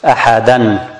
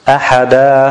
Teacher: if we stop on those, we will convert the tanween al-fath to alif · Shown in: second take · And this is a type of mad tabi'i. · Term: the compensation mad